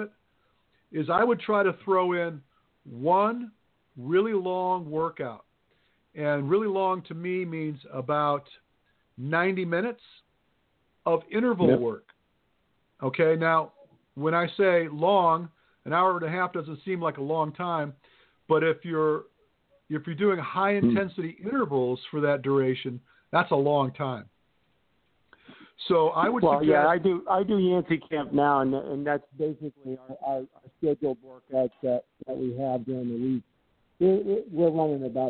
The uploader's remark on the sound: LIVE Q-n-A Show. Plan to accept live callers and field questions.